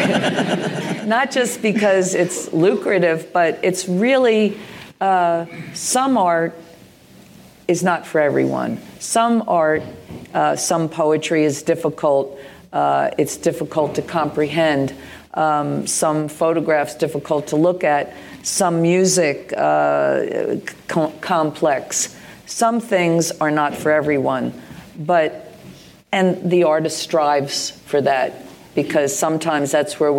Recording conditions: live audience